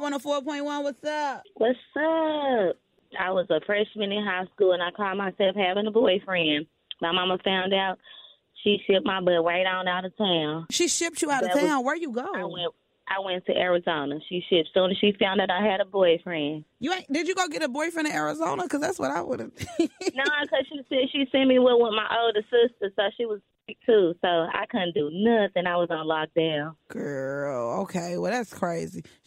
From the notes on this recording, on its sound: Listeners call in and share their experience as a parent.